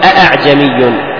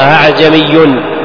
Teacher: فمثلا الحرف المسهل عندنا في رواية حفص هي قوله تعالى أعجمي، والهمزة الثانية لا تحقق فلا يقال أعجمي، وإنما يؤتى بها مسهلة بين فيقال أعجمي · Shown in: second take